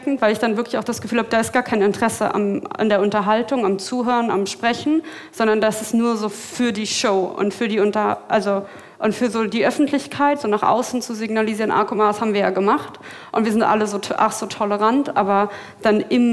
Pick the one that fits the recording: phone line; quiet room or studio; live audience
live audience